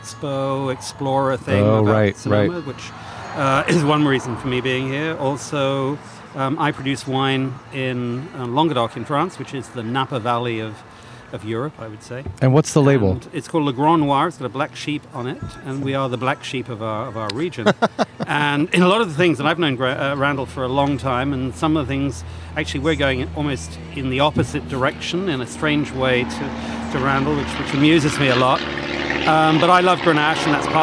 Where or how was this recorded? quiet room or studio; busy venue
busy venue